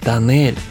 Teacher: вариант с буквой «о», которая дает звук «а»